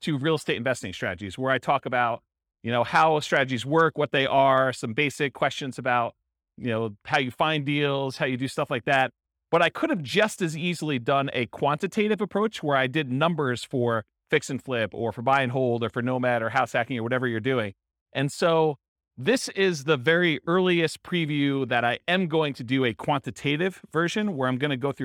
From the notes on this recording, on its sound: Centennial, Colorado. This was a live class recorded.